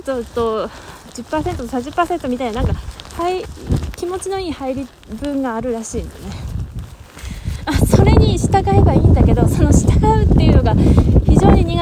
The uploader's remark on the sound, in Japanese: 外録音なので雨風の音で聴きづらいです。From Radiotalk。